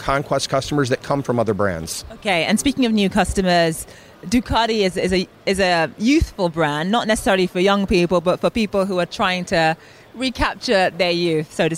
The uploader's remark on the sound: live from The New York Stock Exchange